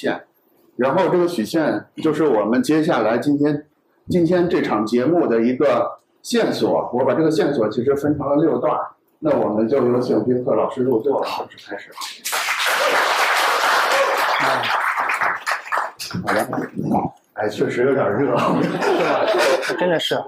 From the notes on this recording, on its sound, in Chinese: 在「字体帮」分享活动现场进行的对谈分享